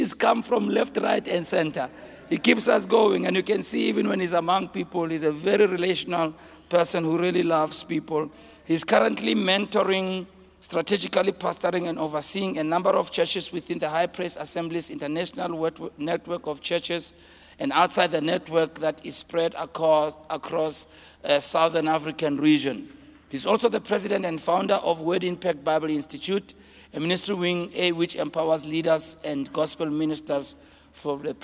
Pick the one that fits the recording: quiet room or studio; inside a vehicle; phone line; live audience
live audience